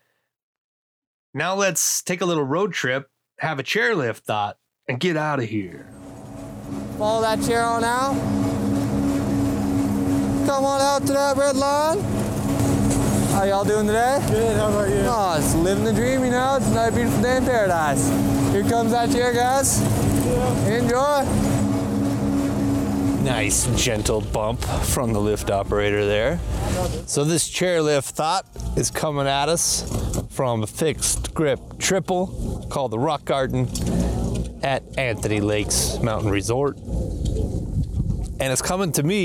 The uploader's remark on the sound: Wind affected audio edit, best listened to with earphones.